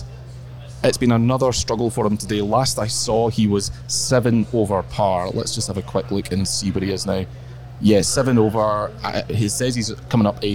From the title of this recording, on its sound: LIVE from Royal Liverpool